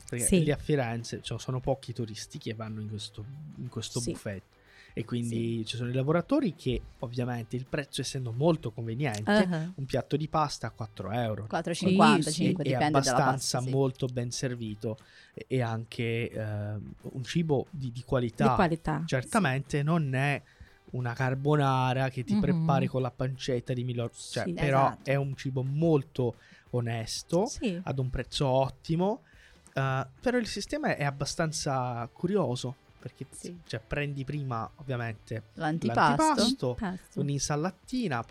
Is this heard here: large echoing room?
no